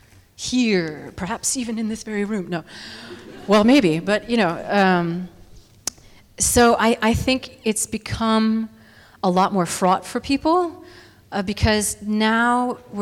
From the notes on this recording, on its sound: Took questions from the audience at The Langston Hughes Performing Arts Institute on October 23. Humanities Washington hosted the conversation.